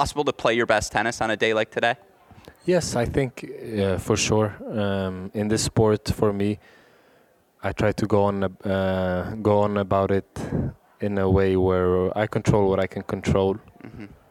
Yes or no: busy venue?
yes